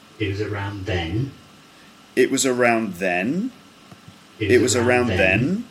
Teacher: it's just sort of straight and then it goes up at the end · Term: rising pattern